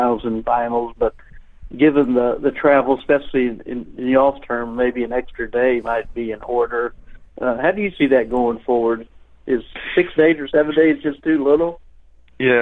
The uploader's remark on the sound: College Football Playoff Teleconference